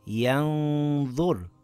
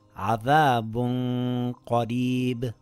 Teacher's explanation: I slightly hid the noon and kept the nasal sound on the makhraj of the next letter. I lengthened it for two counts with a heavy nasal sound. · Term: ikhfa